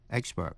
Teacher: phát âm như nhau, đều nhấn vần đầu, expert